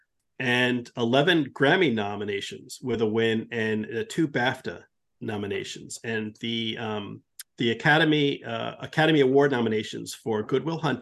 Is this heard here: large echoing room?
no